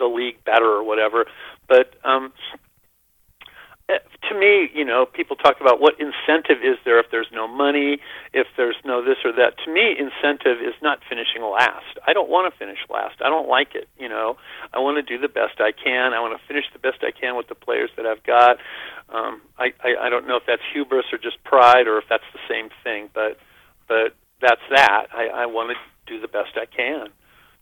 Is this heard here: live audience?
no